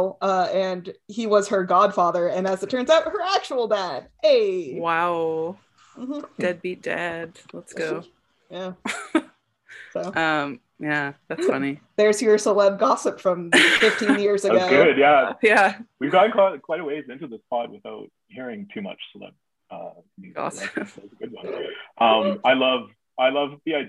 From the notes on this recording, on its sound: The audio is all over the damn place. The first half hour is super listenable tho - promise.